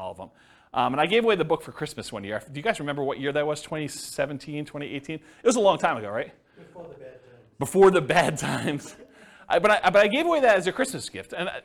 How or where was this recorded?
live audience